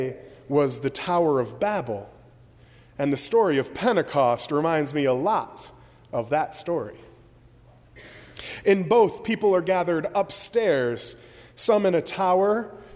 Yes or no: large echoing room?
yes